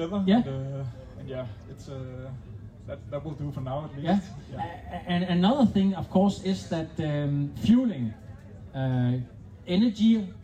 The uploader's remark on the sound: IM Cph 2023 Live on Stage. Live interviews fra Amager Strandpark.